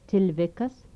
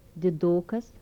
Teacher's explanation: Dental stops with palatalization.